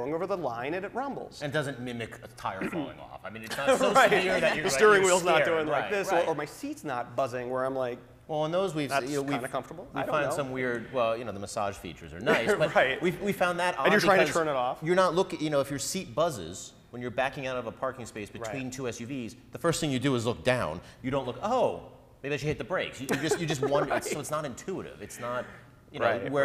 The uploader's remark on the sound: We take the show on the road to the University of Michigan's Transportation Research Institute. We also take questions from our live audience!